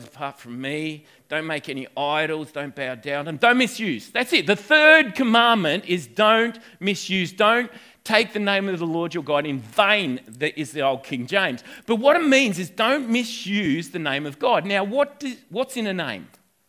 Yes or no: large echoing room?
yes